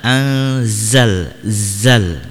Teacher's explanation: Yang benar adalah anzal, zal, karena dia memiliki sifat sofir, ya, memiliki sifat sofir. Jadi harus berdesis.